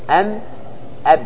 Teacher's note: الميم اشتركت مع الباء في المخرج لأن كليهما يخرجان من شفتين